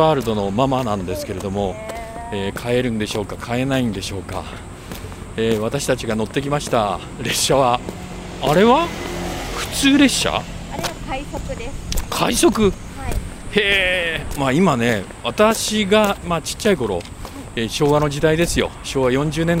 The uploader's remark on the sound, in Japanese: アウトレットを歩く／ジ・アウトレット北九州。鳴り物入りで開業したジ・アウトレット北九州（北九州市）。オープン３カ月の様子を施設の境界線を歩きながら伝える。